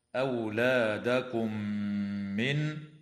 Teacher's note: وتدغم الميم الساكنة في الميم مع الغنة